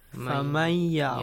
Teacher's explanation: Noon is merged to ya as if noon is gone. · Term: Merging